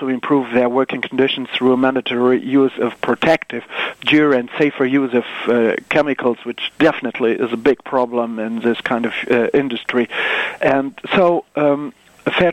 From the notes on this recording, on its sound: phone interview